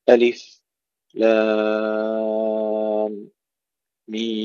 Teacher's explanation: يسكت سكتة خفيفة بلا تنفس بين الأحرف المقطعة · Term: السكت